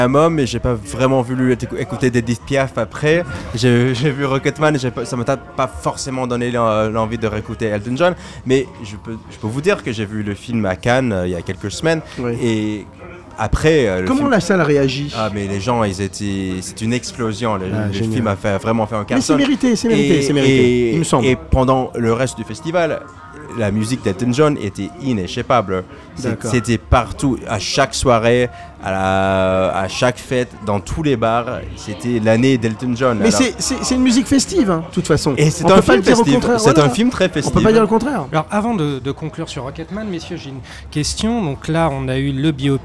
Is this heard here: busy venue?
yes